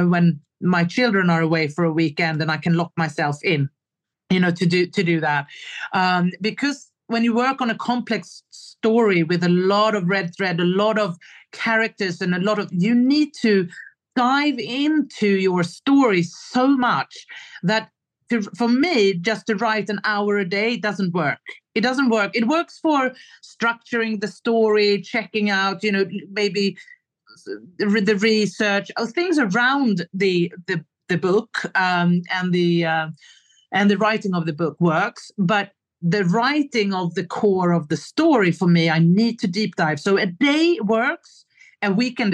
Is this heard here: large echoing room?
no